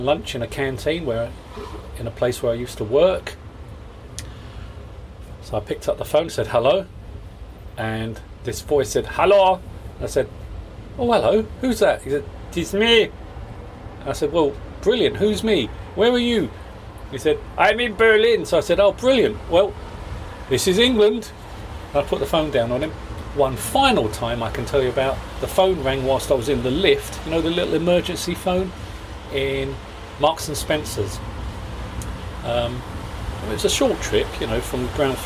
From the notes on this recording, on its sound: Wabsnazsm Walks (As far as a phone box.) It's a horrible day out there.